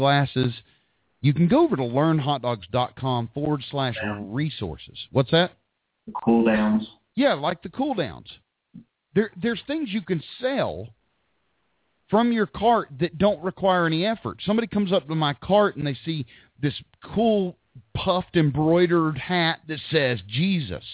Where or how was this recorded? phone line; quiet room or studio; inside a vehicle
phone line